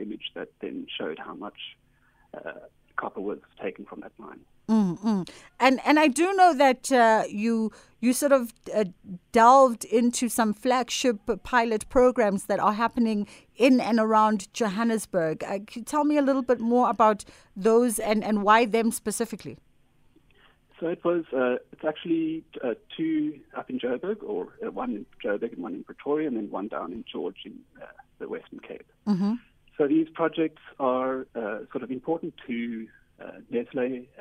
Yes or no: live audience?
no